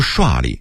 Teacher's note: 这个刷字要读刷的去声